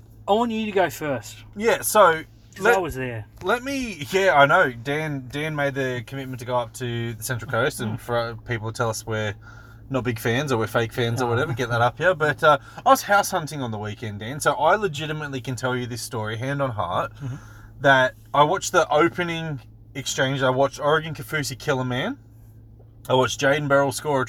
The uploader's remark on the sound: We're in the car.